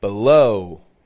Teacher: The first syllable, b, has the schwa sound. The second syllable, low, is stressed. It's strong.